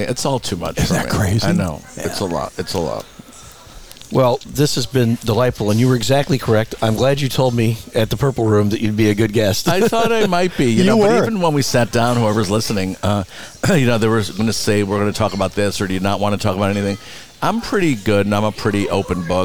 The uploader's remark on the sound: Live from Skip Paige's Little Bar , the Center of the Coachella Valley Universe in Palm Desert. Live from Skip Paige's Little Bar , the Center of the Coachella Valley Universe in Palm Desert.